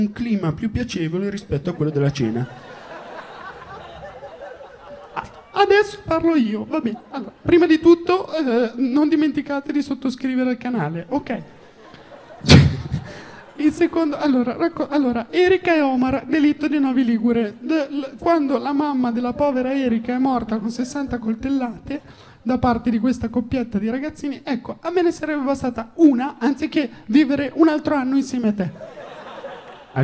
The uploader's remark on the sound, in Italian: Pezzo tratto dal mio spettacolo dello scorso anno. Registrato al Circolo Magnolia - Milano.